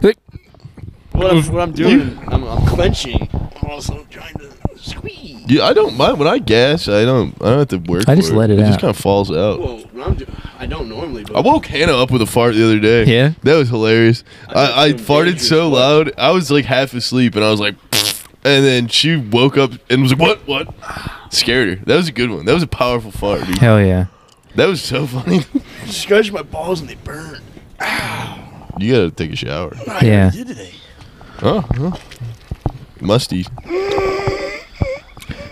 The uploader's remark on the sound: Another outside pod with a lot of nonsense silly talk.